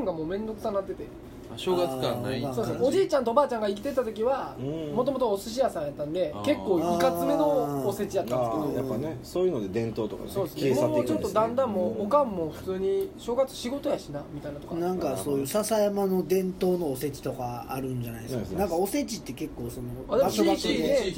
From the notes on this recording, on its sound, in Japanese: 神戸、SPACE DOG!RECORD(お店)より。